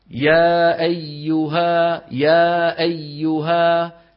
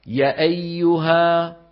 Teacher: إذا قلت يا أيها، يا أيها، لما مديت المد الطبيعي برزت الألف إلى الوجود · Shown in: first take